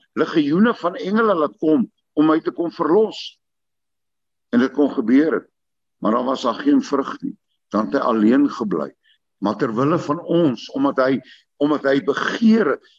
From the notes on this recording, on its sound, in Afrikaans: Manne van die Woord se Zoom Byeenkoms 31 Maar 2022.